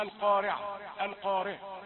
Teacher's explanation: المتوقع أن تتفخم الراء بعد القاف المفخمة الممدودة بالألف. تسمع القارعة، القارعة، ر، هذه ليست مرققة، القارعة. · Term: تفخيم الراء